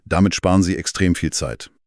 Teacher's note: Durch das Anheben der Stimme am Ende erzeugst du die Melodie einer Frage. · Term: Uptalk